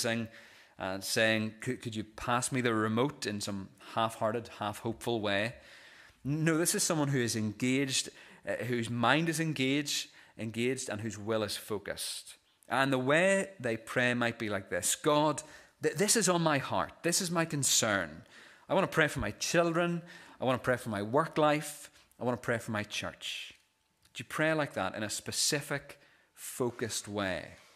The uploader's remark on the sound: This is the recording of the Bible reading and sermon from our morning service on Sunday 26th November 2023.